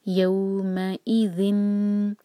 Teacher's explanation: चाहिए क्लियर, यौ मैं ई, यौ मैं ई नहीं होना चाहिए, यहाँ पर हमजा का क्लियर साउंड आना चाहिए क्रिस्प